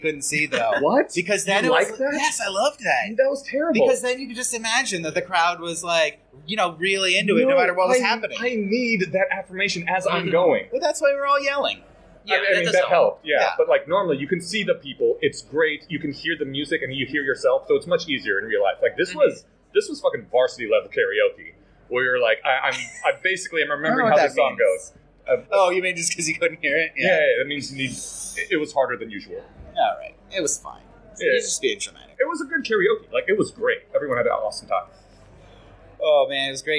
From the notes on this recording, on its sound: report live from Vibecamp!